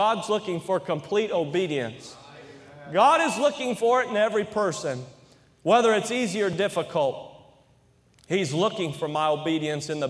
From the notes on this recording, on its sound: during the Sunday Evening service on July 23, 2023, at North Valley Baptist Church in Santa Clara, California